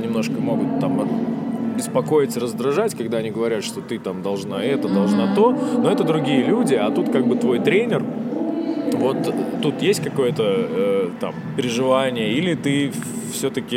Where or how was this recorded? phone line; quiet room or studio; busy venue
busy venue